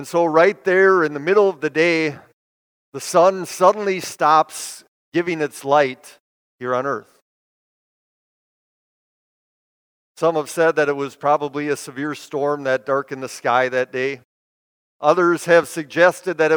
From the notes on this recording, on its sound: Preached this sermon at Bethany's Good Friday worship on April 15, 2022. Bethany, Appleton, WI.